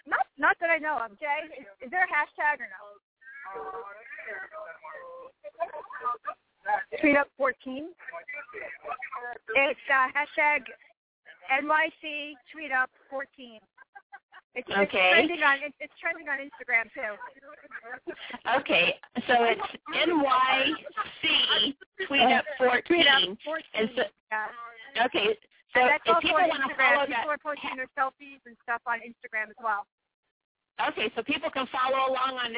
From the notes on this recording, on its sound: We are LIVE from NYC's biggest tweet-up event!